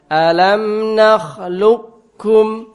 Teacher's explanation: Nah, itu yang naqis. Qafnya enggak hilang, yang hilang cuman qalqalahnya saja.